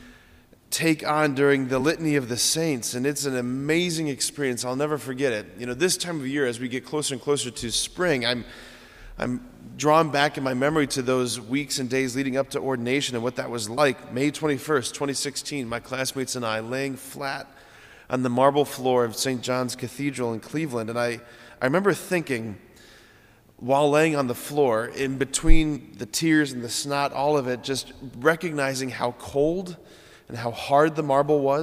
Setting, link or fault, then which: setting, large echoing room